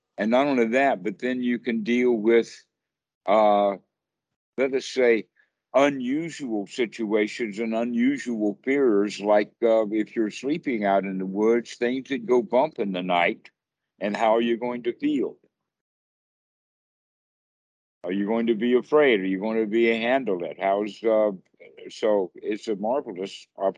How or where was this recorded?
video call